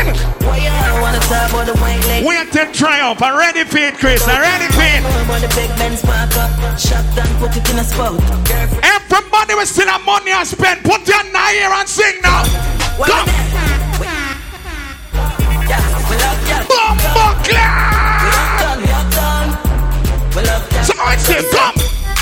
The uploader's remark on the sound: Big Vibes Tuesdays 12/27/22 (LIVE AUDIO)